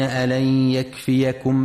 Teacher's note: ينتبه القارئ في كلمة يكفيكم لفتح الياء وعدم سكونها، فلا يقرأ يكفيكم.